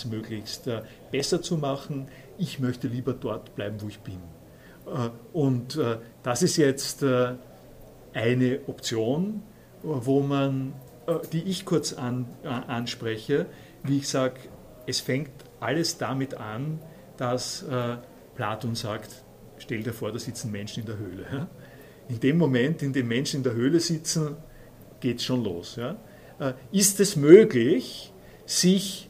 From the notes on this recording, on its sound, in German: Vorlesungsmitschnitt vom 18.12.2014.